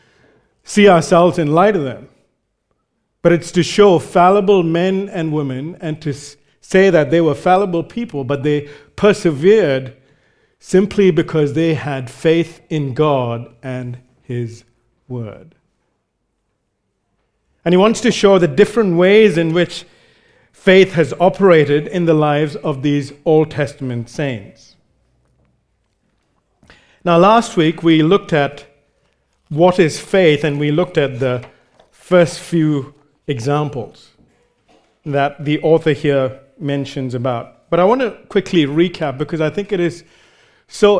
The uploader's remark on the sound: recorded live at Grace Community Bible Church